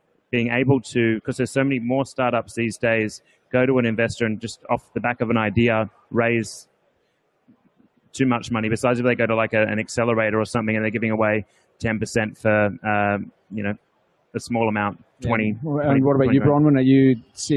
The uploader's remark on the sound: From The Big Pitch 2015